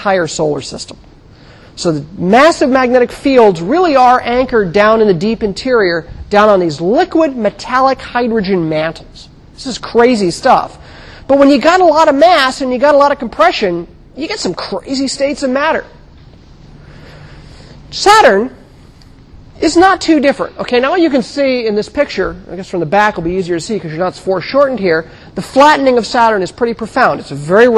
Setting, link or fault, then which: setting, large echoing room